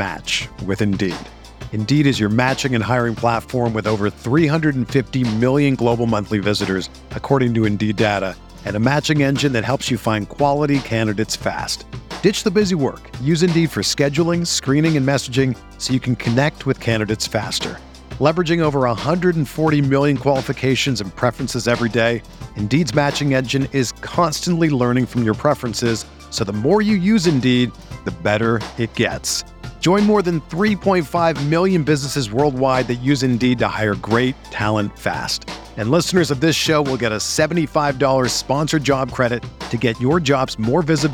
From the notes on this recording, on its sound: LIVE From Imperial Series. A conversation taped live from Imperial Pizza in South Buffalo. Imperial Pizza (1035 Abbott).